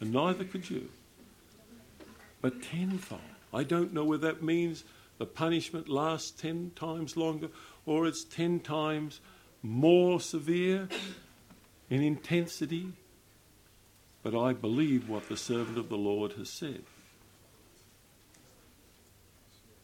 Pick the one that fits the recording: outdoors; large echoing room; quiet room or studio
large echoing room